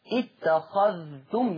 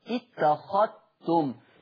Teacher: يعني حفص بيقول اتخذتم يظهر الذال، إنما ورش يقرأ بالإدغام اتخذتم، لا أثر لحرف الذال · Shown in: second take